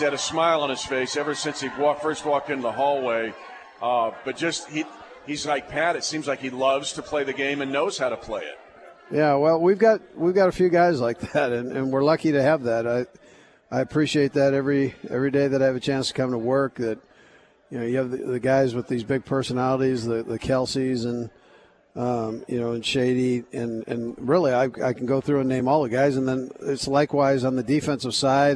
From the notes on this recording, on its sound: live at Hy Vee in Lee's Summit